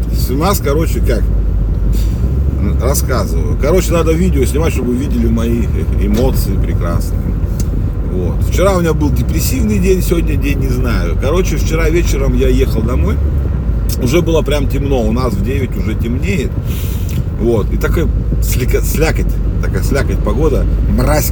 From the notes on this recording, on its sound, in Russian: Сорян за фоновый шум